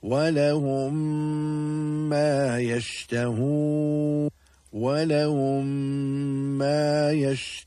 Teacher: the two memes will become incorporated and will be read with ghunna. · Term: idgham shafawi